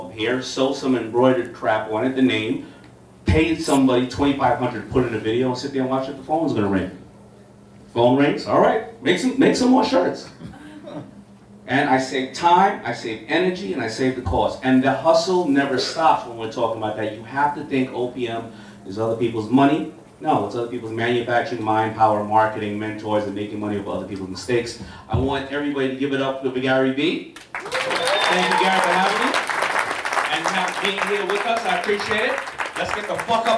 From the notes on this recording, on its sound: Just opened a brand new co-working space in NYC called Blueprint + Co. To open the doors he had me join him on stage for a great fireside chat and Q&A.